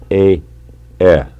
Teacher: Mid front vowels unrounded